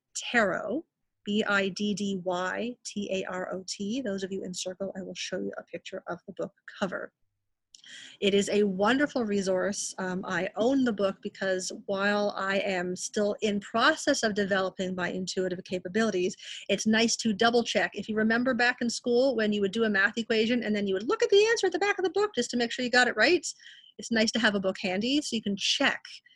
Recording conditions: video call